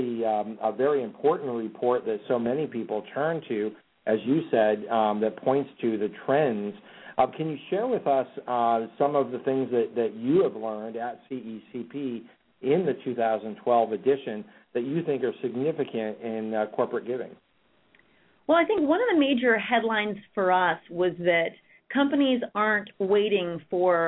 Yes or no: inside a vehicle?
no